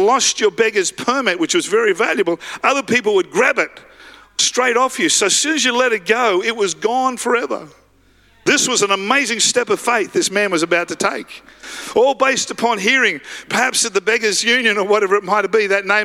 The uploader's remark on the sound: live at Freshwater Church